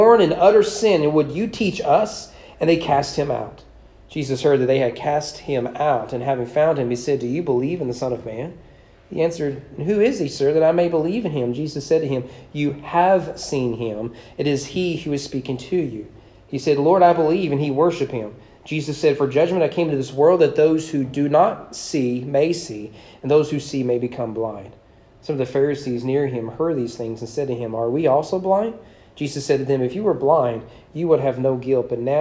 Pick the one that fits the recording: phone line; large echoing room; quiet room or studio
large echoing room